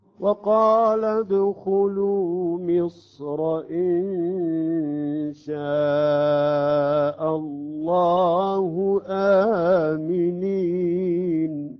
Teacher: إذا نريد أن نوصل مصر تفخيم الراء مفتوحة. وقال ادخلوا مصر في حالة الوقف، في حالة الوصل أيضا تفخيم.